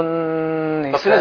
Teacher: النون هنا مشددة في النساء والنساء هنا مد متصل